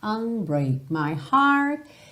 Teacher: Aqui também, unbreak, você não ouve esse K, …. Também não ouve o T do heart.